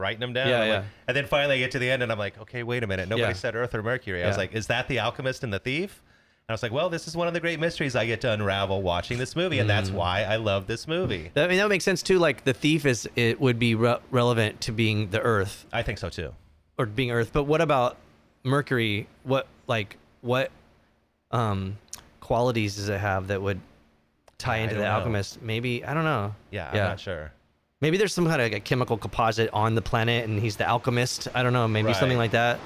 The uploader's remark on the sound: sit down at the Casbah San Diego